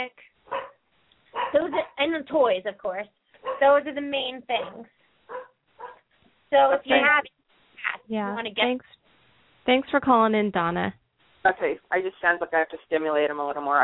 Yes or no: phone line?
yes